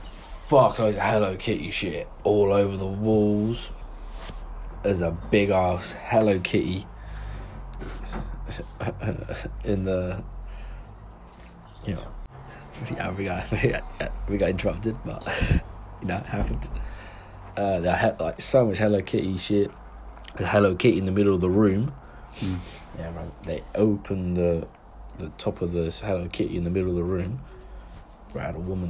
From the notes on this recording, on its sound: We've made this podcast with just our phones so appologize for the quality.